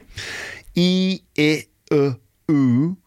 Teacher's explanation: the position of my lips starts wide and goes forward where the lips are brought together in a sort of a like little circle, like a pout